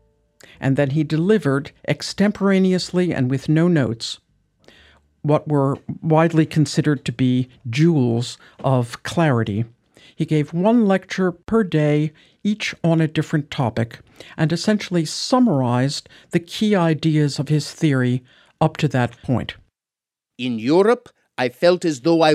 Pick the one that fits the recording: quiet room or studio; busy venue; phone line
quiet room or studio